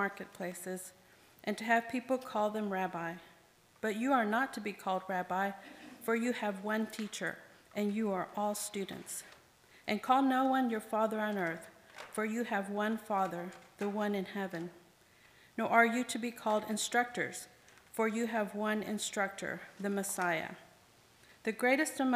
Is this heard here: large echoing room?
yes